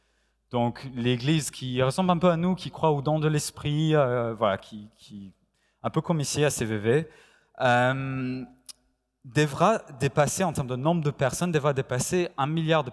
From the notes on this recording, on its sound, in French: Enregistré à l'église CVV, le 05/09/2021